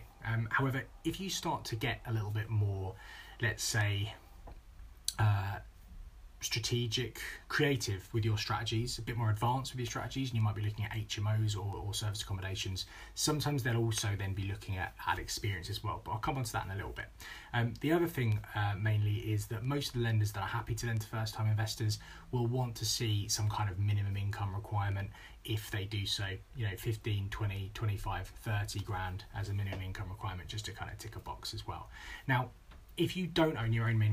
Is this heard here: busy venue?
no